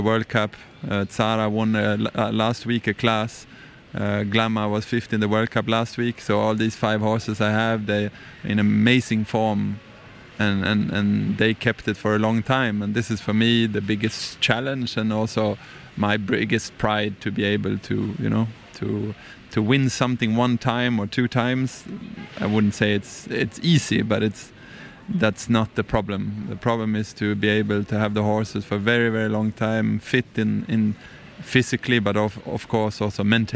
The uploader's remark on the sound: We're live from the CHI de Geneva, where we're a media partner for the second year! Here is a special one recorded in English.